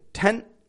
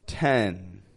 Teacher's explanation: The first one, my voice kind of raises up a little bit and it stops. Whereas the other, my voice drags out.